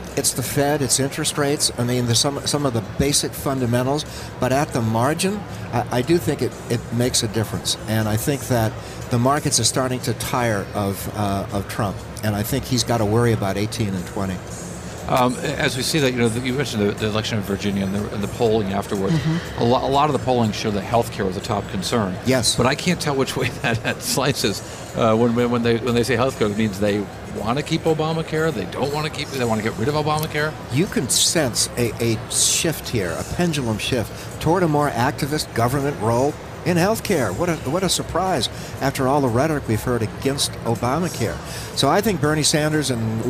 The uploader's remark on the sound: Live from Schwab Impact 2017 in Chicago